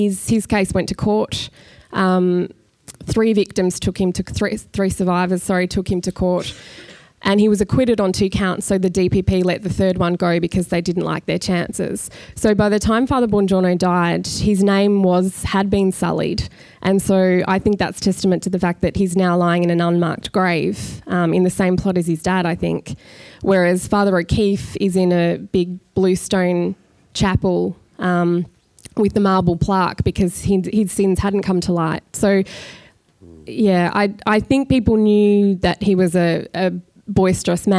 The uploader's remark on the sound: This is a live recording from our event.